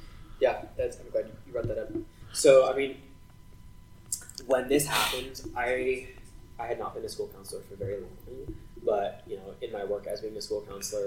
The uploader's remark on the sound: I wanted to apologize for the poor audio on this one. To keep it authentic we decided to remedy the audio as best we can instead of rerecording.